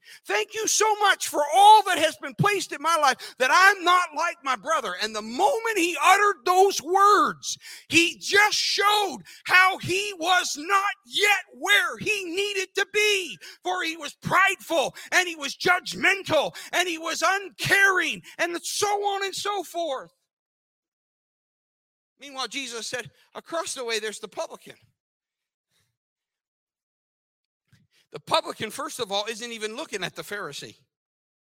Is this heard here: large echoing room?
yes